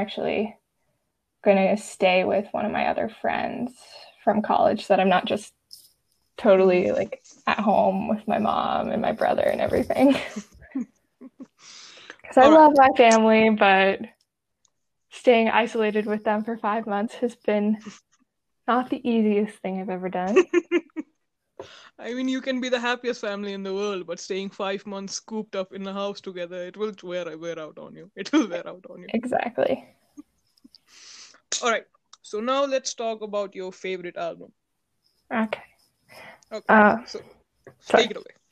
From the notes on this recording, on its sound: From connection errors to shoddy audio quality, we faced it all.